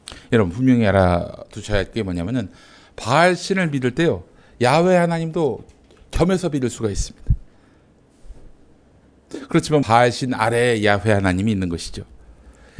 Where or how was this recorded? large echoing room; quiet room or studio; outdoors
large echoing room